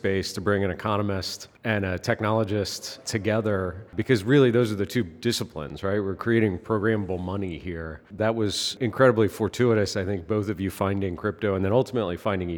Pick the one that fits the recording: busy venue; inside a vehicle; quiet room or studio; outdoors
busy venue